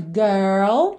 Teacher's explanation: lembra que a gente faz primeiro até o R e depois põe o L